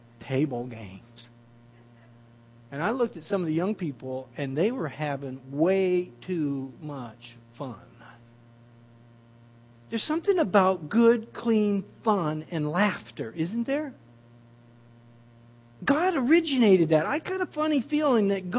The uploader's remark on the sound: At The People&#8217;s Church of Somerville, NB on the morning of February 15, 2015. At The People’s Church of Somerville, NB.